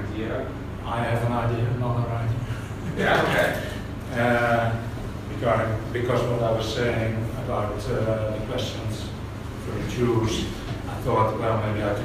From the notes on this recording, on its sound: Live Workshop Inside The Entrepreneur House. This is an actual recording of a workshop at The Entrepreneur House ~ Chiang Mai.